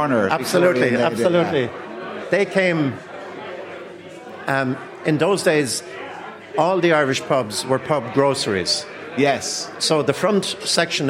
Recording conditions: busy venue